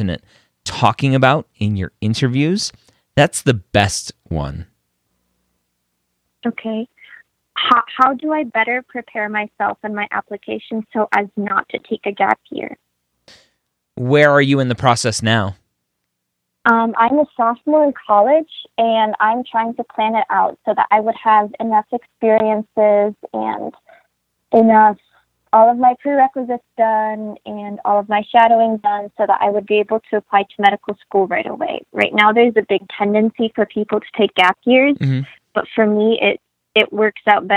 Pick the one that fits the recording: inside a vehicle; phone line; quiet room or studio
phone line